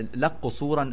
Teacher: أيضا يدغم الكاف في القاف